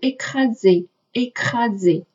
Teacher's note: s 啊，在这里发“z”的音，因为它左右有两个元音字母